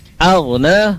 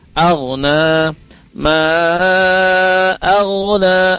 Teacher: Aghna ghain sukun diawali huruf berharokat fathah dan dhamma, dia dilafazkan tebal.